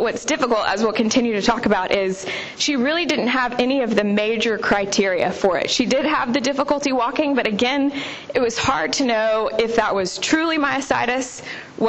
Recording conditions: live audience